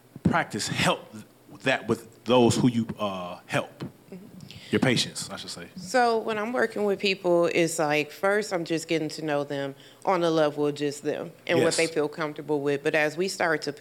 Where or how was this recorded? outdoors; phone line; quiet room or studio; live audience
live audience